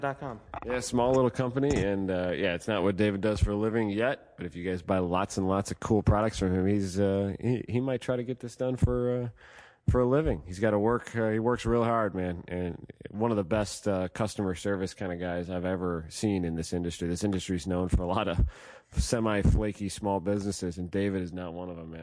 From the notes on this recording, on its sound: Live from #gridlife at Autobahn. The guys come live to you from Autobahn Country Club and the 2nd #gridlife event of the year.